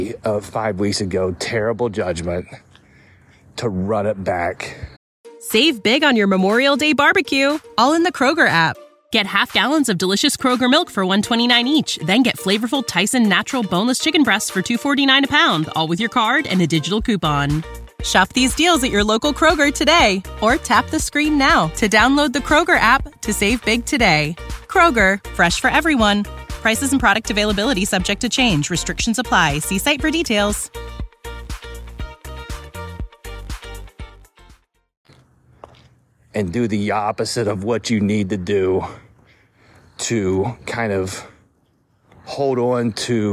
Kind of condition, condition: setting, outdoors